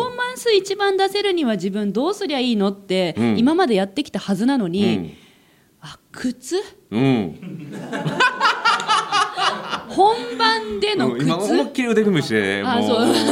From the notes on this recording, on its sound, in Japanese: 番組初の公開収録でお集りいただいた皆さんとの。